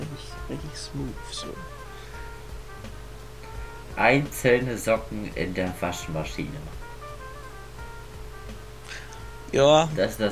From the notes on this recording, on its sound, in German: Erstmals Sorry für die Audioprobleme. Mein PC Lüfter ist komplett ausgerastet.